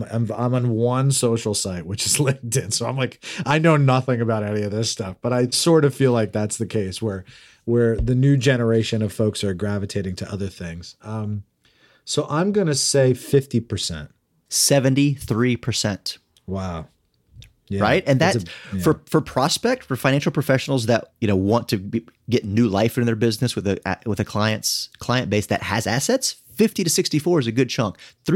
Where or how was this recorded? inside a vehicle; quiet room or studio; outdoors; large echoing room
quiet room or studio